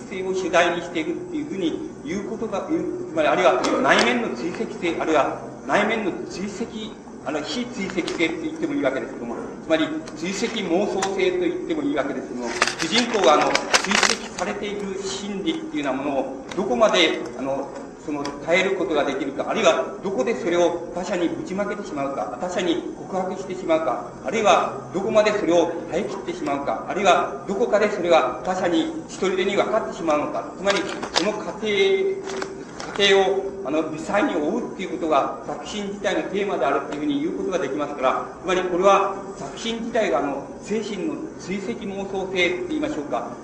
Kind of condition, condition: fault, background noise